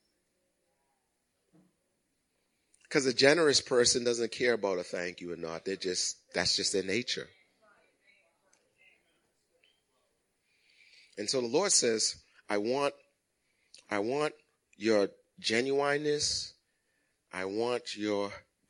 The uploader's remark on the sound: Recorded at the 8:00am Christmas morning service.